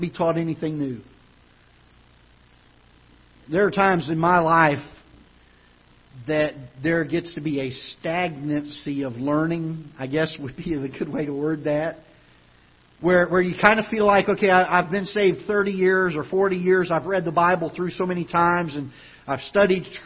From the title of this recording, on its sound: Ketha Heights Baptist Church ~ Live Broadcast